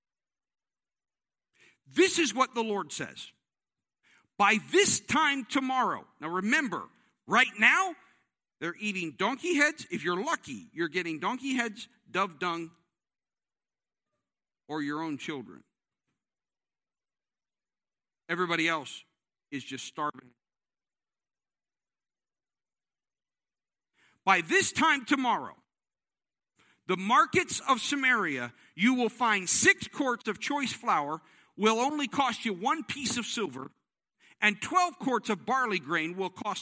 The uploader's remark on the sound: This service was recorded live on Sunday, August 1st, 2021 at Newark United Pentecostal Church.